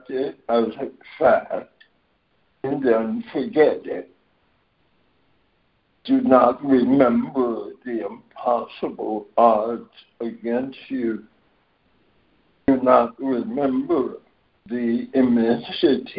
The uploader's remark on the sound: ACIM Daily Conference Call